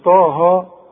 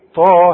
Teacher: بس في ملاحظه، ما تقولش طه، لا، ده الطاء تخينه والهاء مرققه · Shown in: second take